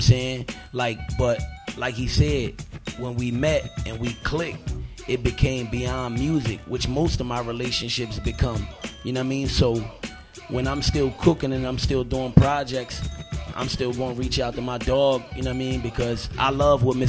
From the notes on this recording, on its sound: Live from Swig LoungeCamden, NJ